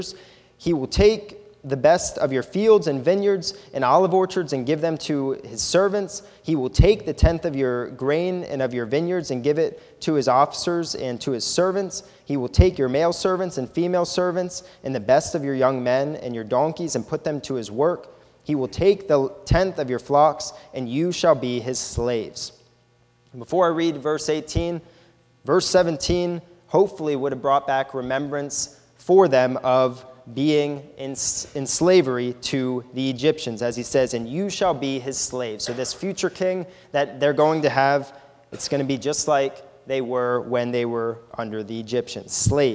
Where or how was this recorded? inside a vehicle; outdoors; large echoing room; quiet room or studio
large echoing room